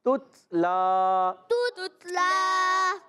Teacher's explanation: یہ تا شدیدہ میموس حرف ہے. کاف اور تا جب یہ ساکن ہوتے ہیں تو آواز سختی کے ساتھ بند ہو جاتی ہے اور پستی اور نرمی سے سانس جاری ہو جاتا ہے.